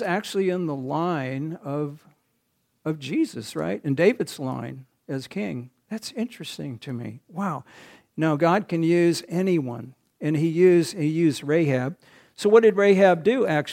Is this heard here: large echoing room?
yes